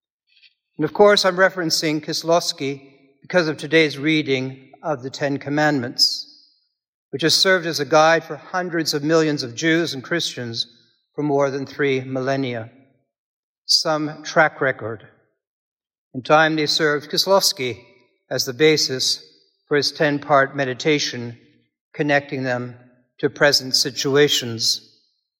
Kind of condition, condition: setting, large echoing room